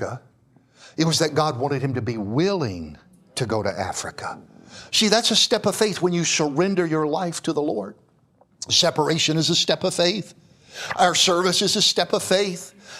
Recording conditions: large echoing room